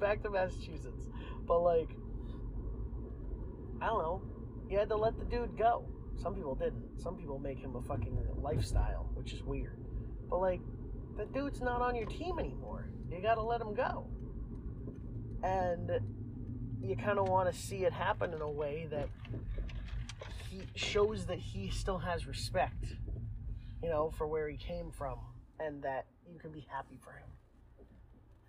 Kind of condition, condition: fault, poor sound quality